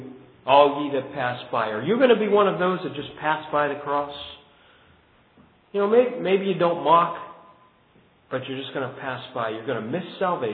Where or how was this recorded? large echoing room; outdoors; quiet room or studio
large echoing room